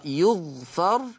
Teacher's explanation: ورش يقرأ يغفر، أي بضم الياء وسكون الغين وفتح الفاء